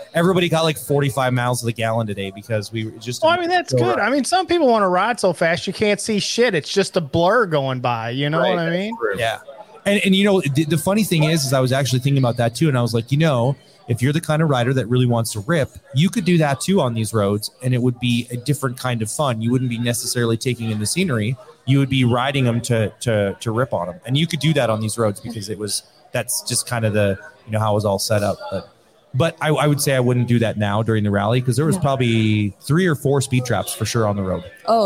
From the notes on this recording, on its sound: Live from the Iron Horse Inn! We're back with day 3 from The Iron Horse Inn in Whitewood!